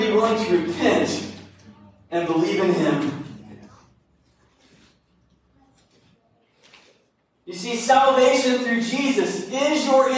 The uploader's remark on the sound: This sermon was recorded live at Greensburg Church of the Nazarene in Greensburg, KY.